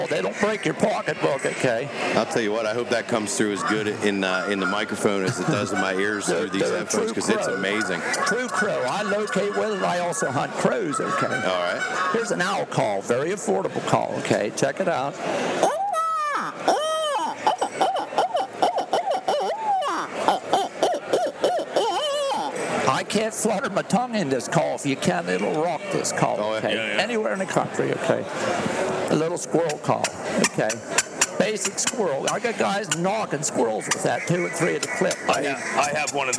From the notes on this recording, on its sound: We are live from the Great American Outdoor Show 2018 in Harrisburg, Pa. Lets go down to the show floor.